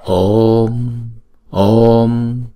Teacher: Đọc chữ O hai nhịp xong rồi chúng ta mới đóng chữ O ra lại. Chúng ta đọc là Om, Om.